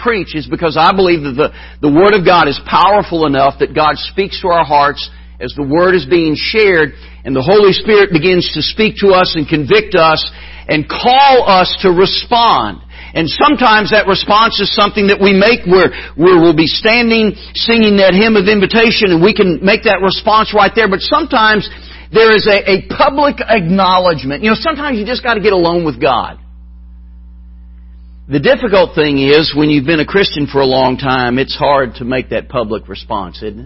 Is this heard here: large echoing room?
yes